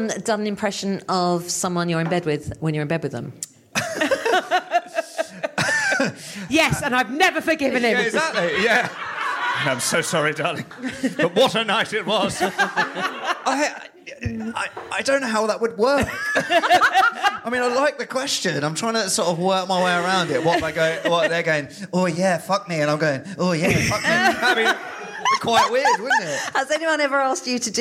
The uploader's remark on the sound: live at The Phenic Arts Club in London.